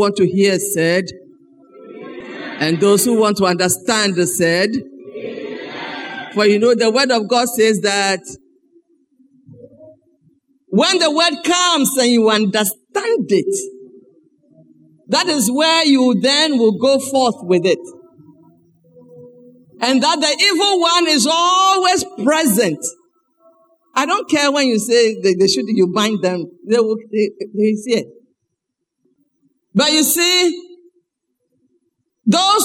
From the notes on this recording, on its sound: Sermon preached at CBC Adabraka Campus